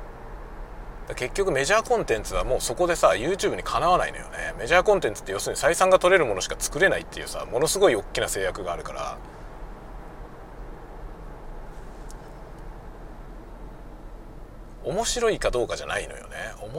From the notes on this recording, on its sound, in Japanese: 車運転しながら雑談。仕事で訪問先へ向かう車内で運転しながら録音したものです。